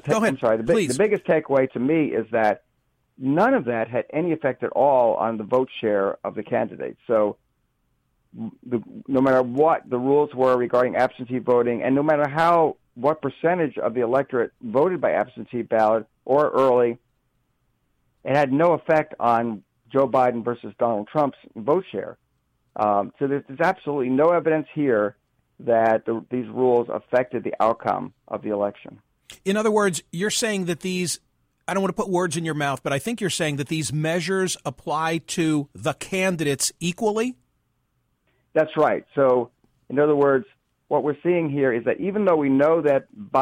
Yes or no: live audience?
no